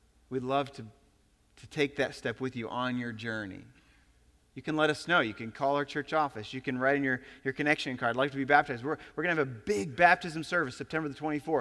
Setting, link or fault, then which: setting, large echoing room